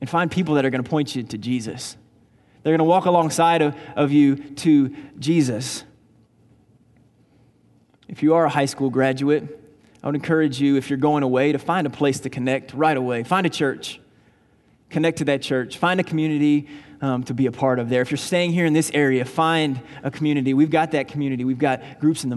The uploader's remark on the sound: Graceland Baptist Church in New Albany, Indiana.